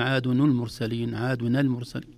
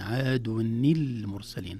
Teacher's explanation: التقى ساكنان، ولو التقى ساكنان عند العرب لابد أن يتصرفوا في الساكن الأول بالتحريك، وهنا التحريك كان بالكسر · Shown in: second take · Term: التحريك بالكسر